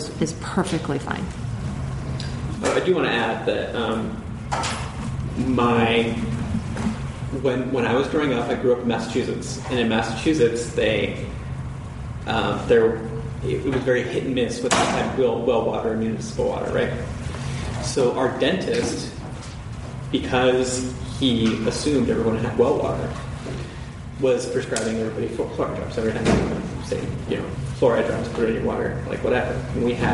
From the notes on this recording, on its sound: It's the third and final part of our LIVE show! Welcome to the live show, this is Part 3 of our show!